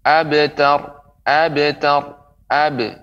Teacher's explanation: suara pada huruf ketika disukunkan tanpa terpengaruh dengan harokat yang tiga. Ketika dipantulkan tidak menjadi fathah, tidak menjadi kasroh, juga tidak menjadi dhammah